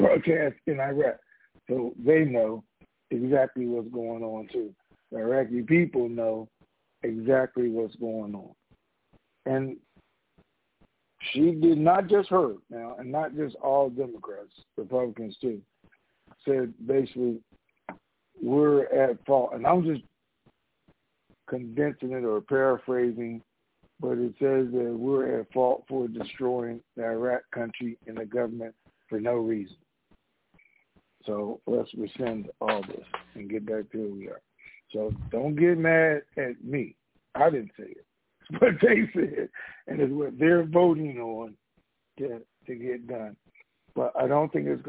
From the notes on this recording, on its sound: TNTSuperfantastic Conference Call.